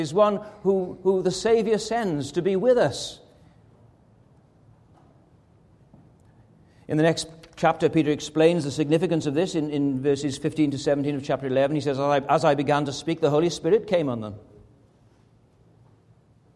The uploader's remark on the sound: This is a recording which was preached at Anne Street Presbyterian Church in June 2018.